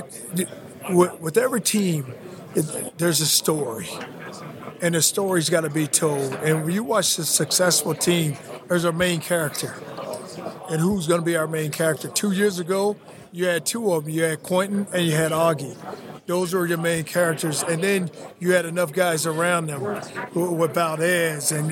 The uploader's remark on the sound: Live from AAC Media Days